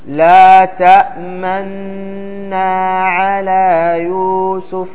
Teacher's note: طبقنا أمس كيف الإشمام، لا تأمن على يوسف، هذا يسمى إشمام، ضم الشفتين عند النطق بالأولى الساكنة التي تضغم في الثانية